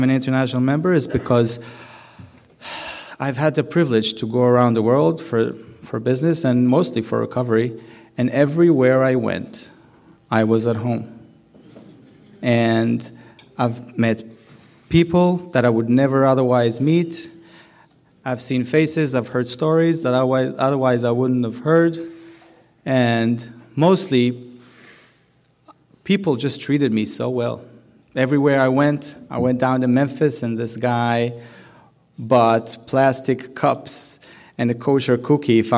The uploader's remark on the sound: Keynote Speaker Saturday Night #1 - Design for Living Nashville 2020